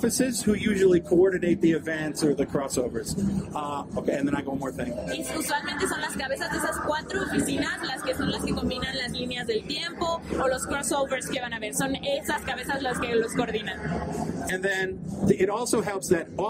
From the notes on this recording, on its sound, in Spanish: estuvo en el stand de Panini Cómics México